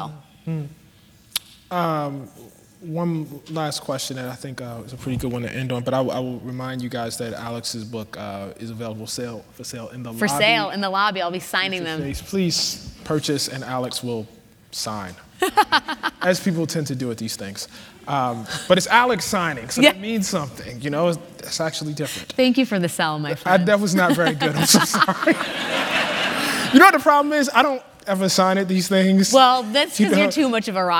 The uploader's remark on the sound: The conversation was recorded on April 26, 2018 in front of a live audience at New York's 92nd Street Y.